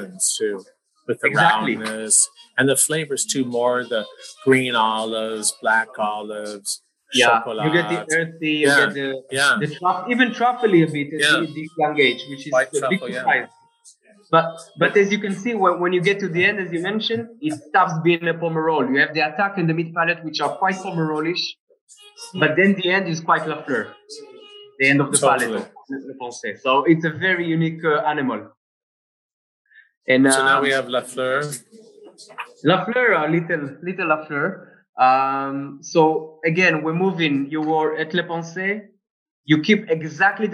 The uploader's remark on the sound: tasted over Zoom